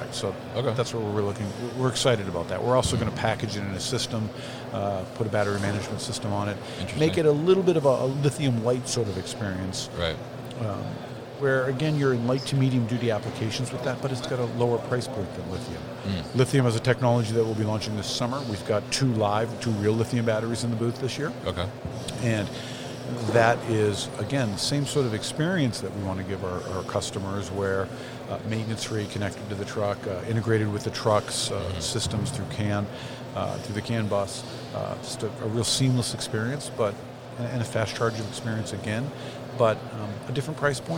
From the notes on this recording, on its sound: at MODEX 2020